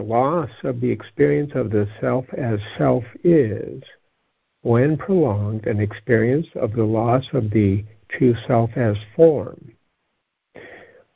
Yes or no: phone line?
yes